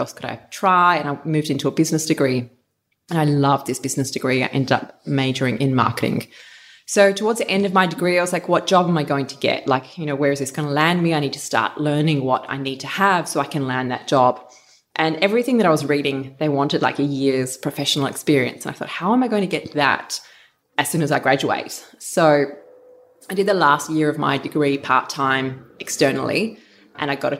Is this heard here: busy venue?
no